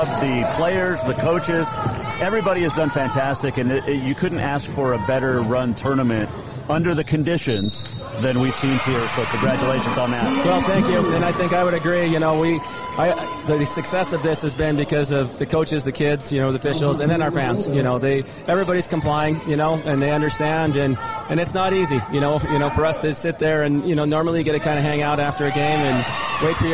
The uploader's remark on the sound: Live from Day 3 at the State A Combined at Great Falls.